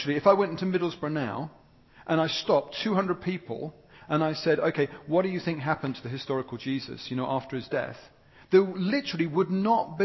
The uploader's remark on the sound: was recorded at North 2012 an event organised by ChristCentral, part of Newfrontiers.